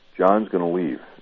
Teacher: the reason we say gonna instead of is going to is because we've got to fit it between those two stresses